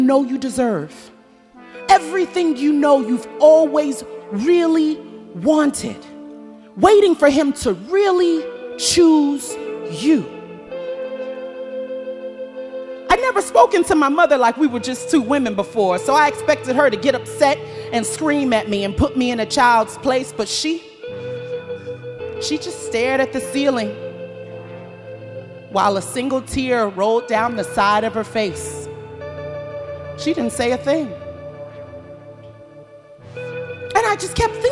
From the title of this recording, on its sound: Snap LIVE! At The Paramount